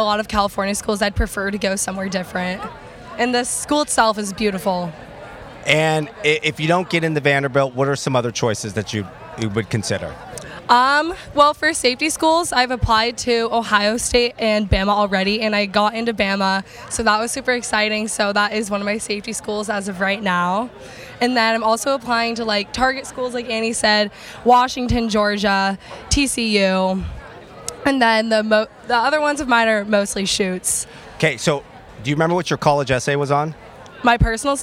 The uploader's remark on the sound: Remote from the campus of Newport Harbor High School. A remote podcast from a recent Regional Admission California Counselor College Fair on the campus of Newport Harbor High School in Southern California. This was "live" on campus at the time and remote during the RACC College Fair.